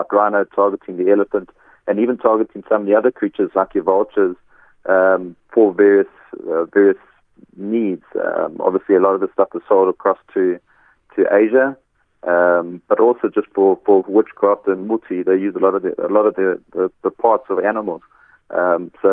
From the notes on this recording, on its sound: Guest on the line